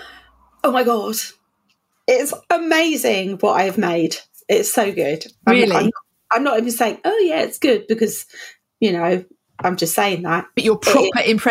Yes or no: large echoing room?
no